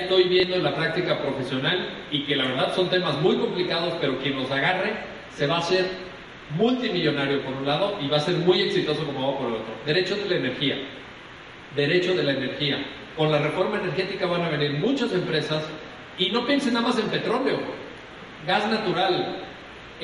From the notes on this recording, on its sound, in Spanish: Impartida el 26 de Mayo de 2015 en el Auditorio Ponciano Arriaga de la Facultad de Derecho de la Universidad Autónoma de San Luis Potosí. Conferencia Magistral. En el Auditorio Ponciano Arriaga de la Facultad de Derecho de la Universidad Autónoma de San Luis Potosí durante la celebración del los 30 Años del Bufete de la Garza.